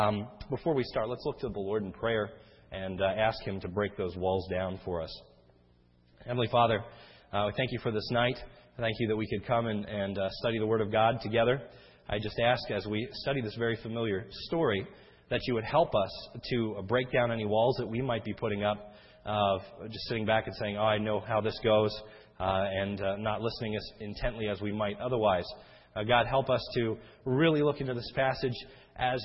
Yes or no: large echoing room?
yes